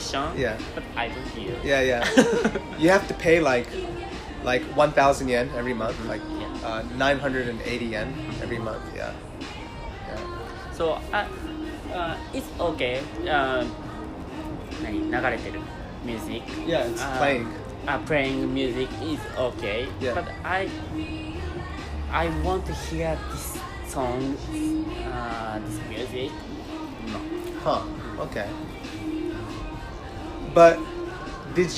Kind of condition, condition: fault, sounds in the background